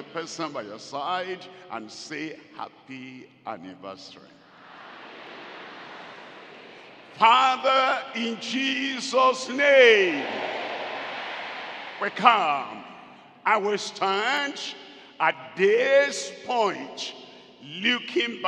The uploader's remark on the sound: At the 50th Anniversary Celebration Service live from Deeper Life Bible Church Headquarters, Gbagada, Lagos, Nigeria.